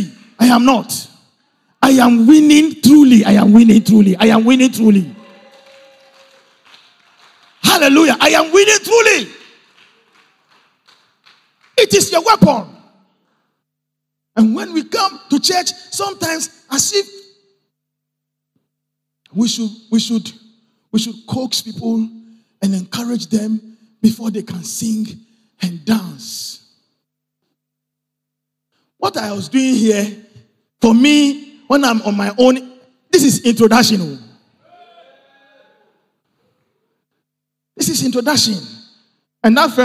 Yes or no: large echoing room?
yes